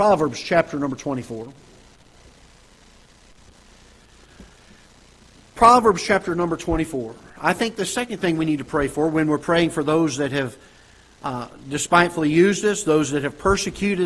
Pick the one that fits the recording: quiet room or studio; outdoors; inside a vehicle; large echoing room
large echoing room